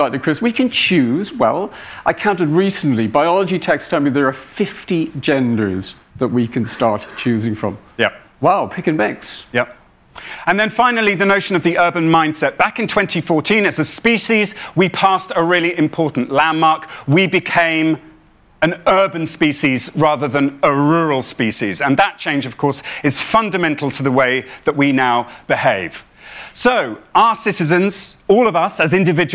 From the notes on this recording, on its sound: said to a rapt audience at BoF VOICES 2021